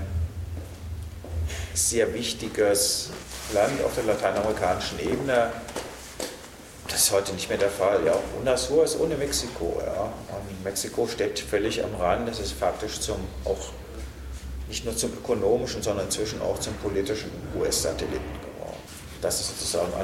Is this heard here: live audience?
yes